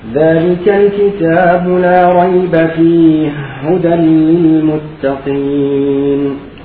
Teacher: بالقصر. تقصر في المتقين حركتين